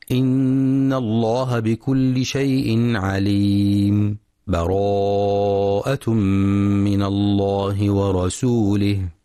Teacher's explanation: الوجه الثاني السكت، وهو قطع الصوت عن آخر الكلمة لمدة يسيرة دون زمن الوقف عادة، ويكون من دون تنفس